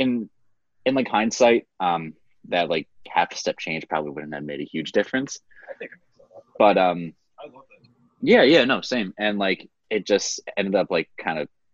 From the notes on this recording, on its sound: It took us three zoom calls to make this episode happen because of the god forsaken time limit that the zoom gods created.